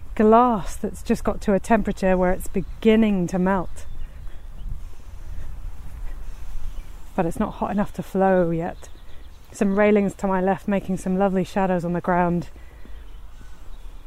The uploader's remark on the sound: This podcast is recorded in 3D sound! She invites you to join her out and about as she captures those small, magical moments of everyday life, in sound. River Ouse.